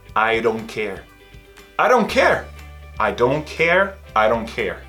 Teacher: esse D com som de D mais rápido, que pra gente seria um R de arara